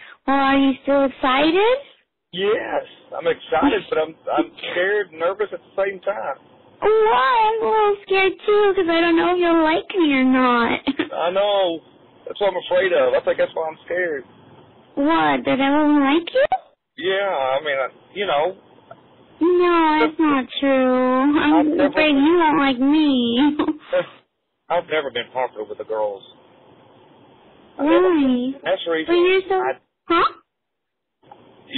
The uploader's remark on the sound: The recording at the end of the video is his phone call with the decoy